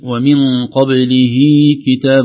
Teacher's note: فهذا المنح الأول. الأمر الثاني: ومن قبله كتاب، قبله نجد أننا نمد الهاء مدا طبيعيا بمقدار حركتين · Term: مد الصلة